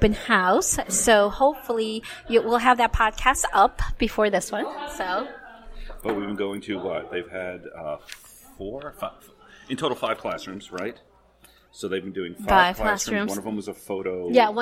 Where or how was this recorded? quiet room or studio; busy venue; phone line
busy venue